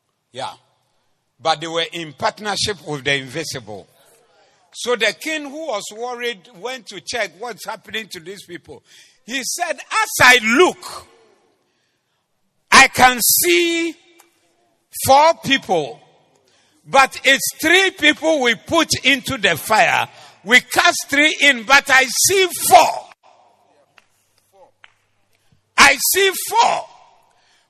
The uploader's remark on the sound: Preached at the Zeloo Service